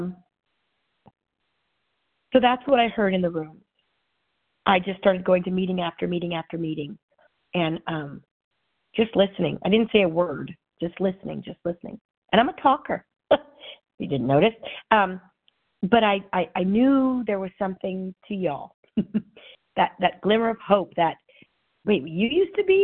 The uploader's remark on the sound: 100 Pounders Phone Meeting